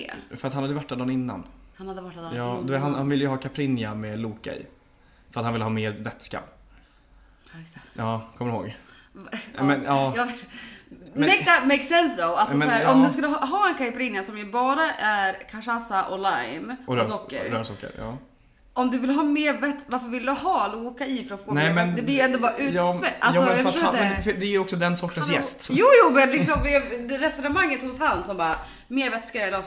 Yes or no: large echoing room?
no